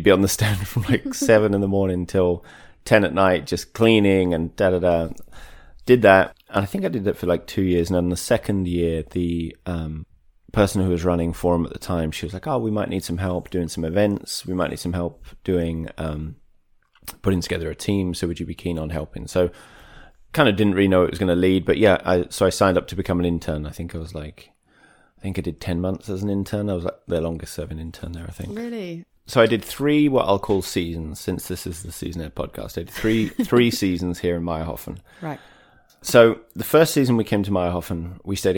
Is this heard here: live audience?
no